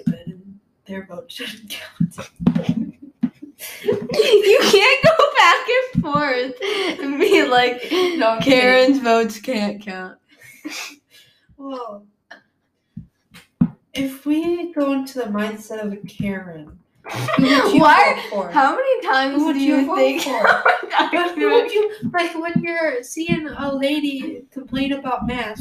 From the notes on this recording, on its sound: There is some background noise, so we'll try and fix that at later.